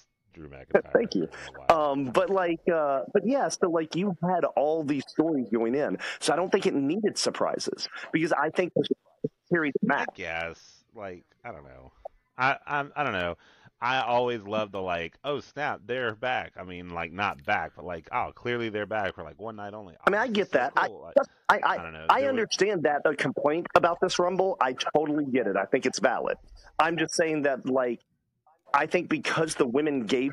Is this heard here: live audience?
no